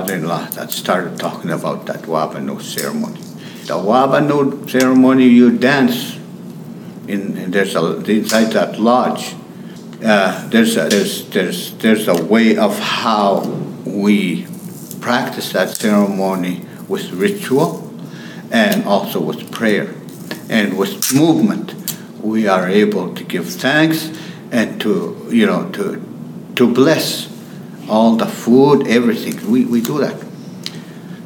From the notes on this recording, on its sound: Made time for an interview on The Ferment in the midst of a conference.